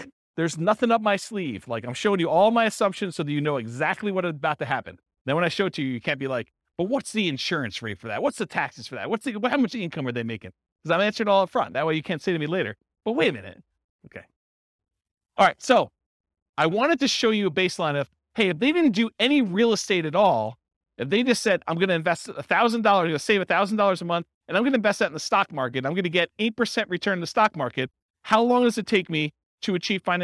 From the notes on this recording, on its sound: This was a live class recorded